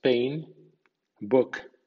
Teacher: El sonido P es como el español, pero el sonido B es más explosivo que el español, habida cuenta de que la B española es más suave que la P.